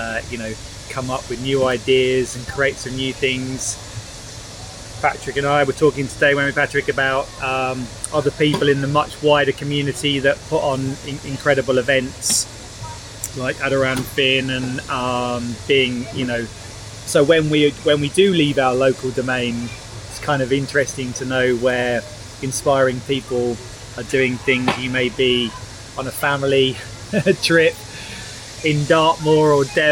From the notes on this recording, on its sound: For this live episode Running on Joy went ‘on the road’ to link up with a group of very special people. The full, imperfect soundscape of the Blueway (wind, drills, tumbles, children and all).